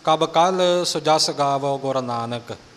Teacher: ਕੱਲ ਥੋੜ੍ਹਾ ਜਿਹਾ ਭਾਰਾ ਕਰਕੇ ਵਜਨ ਦੇ ਕੇ ਅਤੇ ਥੋੜ੍ਹਾ ਕੱਸ ਕੇ ਬੋਲਣਾ